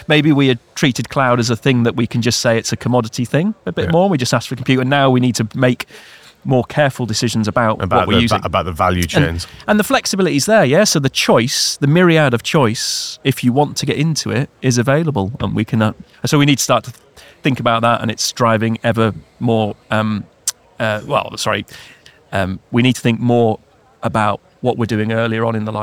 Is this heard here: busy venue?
yes